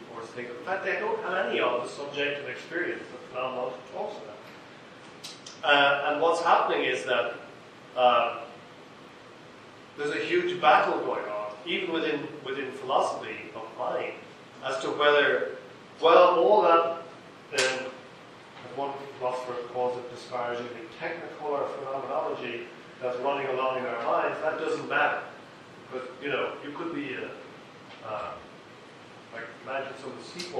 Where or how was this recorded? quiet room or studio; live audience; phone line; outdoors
live audience